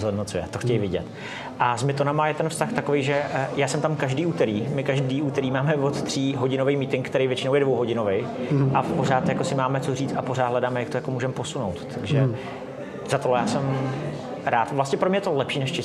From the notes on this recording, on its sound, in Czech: na startupovém festivalu Festup 2022, kde také vznikl tento podcastový díl